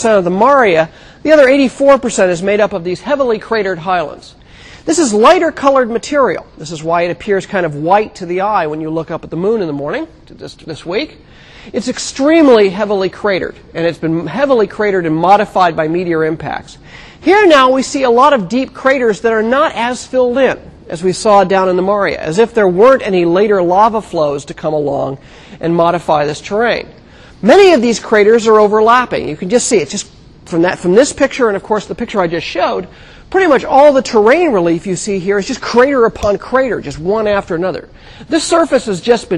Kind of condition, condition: setting, large echoing room